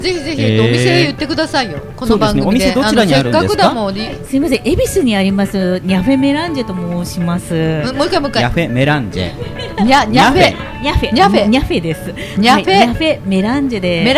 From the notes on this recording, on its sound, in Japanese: 麻布十番商店街入口にある、ビストロ「蝶蝶」にて行われた公開収録の模様をお送りします。